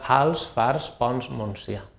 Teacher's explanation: en determinats parlars o registres la TS es pronuncia S, no sona la T, però després té la N o R, com ara als, fars, ponts, monsia.